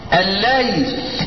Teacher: انت نطقت لام ايه مشددة، ما هيش لام قمرية وإنما هي لام ايه شمسية · Term: لام مشددة